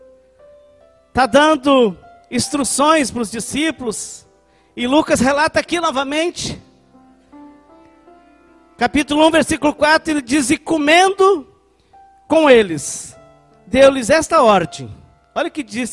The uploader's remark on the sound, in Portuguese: Culto de Celebração dia 27/09/2020 na Igreja ABA Blumenau (Transmitido ao vivo)